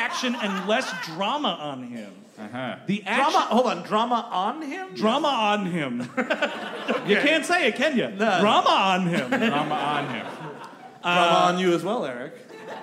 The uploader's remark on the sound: Live at the Brooklyn Podcast Festival! Recorded live at The Bell House in Brooklyn, New York.